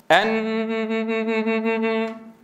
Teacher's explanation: لذلك النون لابد أن يشترك في إنتاج هذان الجزآن، الجزء اللساني أن والجزء الخيشومي، إلا أن الجزء اللساني ينغلق فيه المخرج انغلاقا محكما فهو جزء شديد، شديدة في جزئها اللساني، رخوة في جزئها الخيشومي · Term: بينية